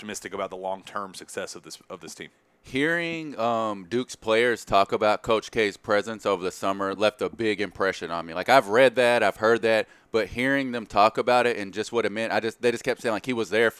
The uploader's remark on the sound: Live from New York, it's the Champions Classic at Madison Square Garden